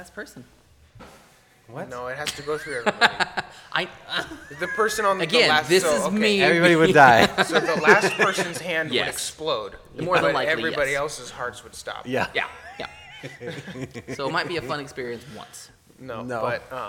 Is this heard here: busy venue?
yes